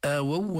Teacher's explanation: إدغام الواو بالواو بس بدون تشديد بدون غنة